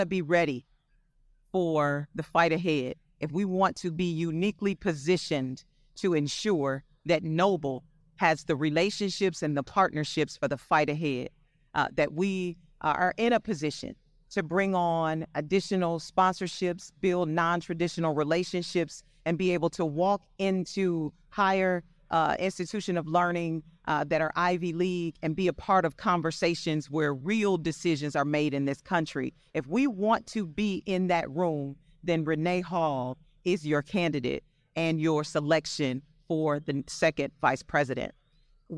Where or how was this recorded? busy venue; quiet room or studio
busy venue